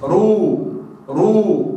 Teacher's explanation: طب ضم رو رو، تجد ان راس اللسان ترتعد · Term: ارتعاد راس اللسان